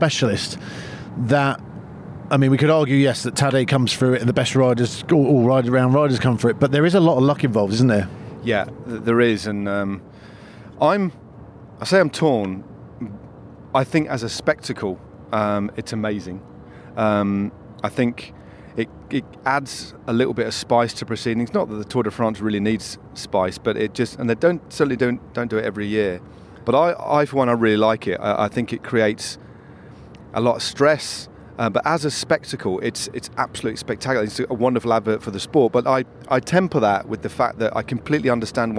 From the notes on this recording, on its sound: Catch up while driving past the iconic Arenberg.